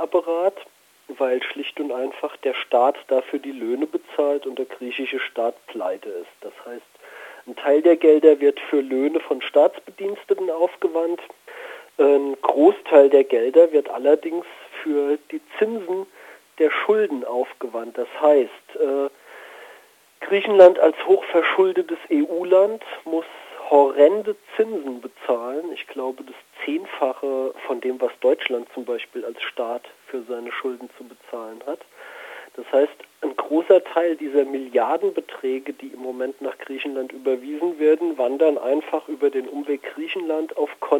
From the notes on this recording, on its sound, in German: Telefoninterview